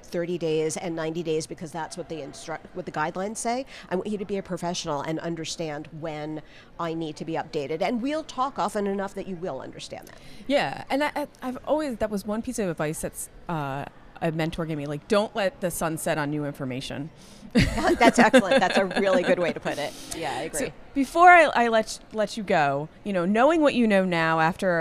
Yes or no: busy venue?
yes